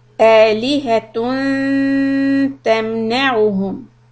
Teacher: Ayah 43, we have a soft ikhfa in the words آلِهَةٌ تَمْنَعُهُمْ. So we keep the tongue close to the makhraj of letter ta to give it a soft ikhfa